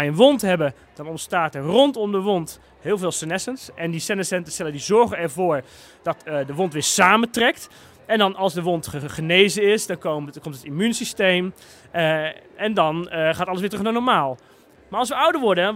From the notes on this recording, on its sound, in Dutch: op het Betweter Festival naar onze podcastbooth